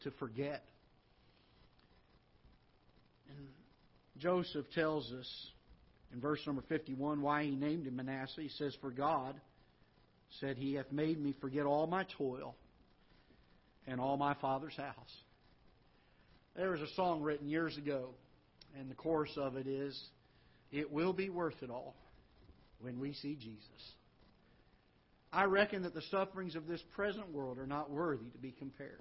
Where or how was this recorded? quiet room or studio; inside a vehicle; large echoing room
large echoing room